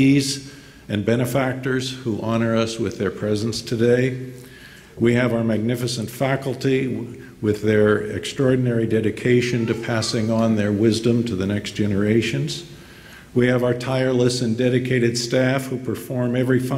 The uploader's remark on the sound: Delivered remarks at IWP's Commencement ceremony on May 18, 2019, at the Fairmont Hotel in Washington, D.C.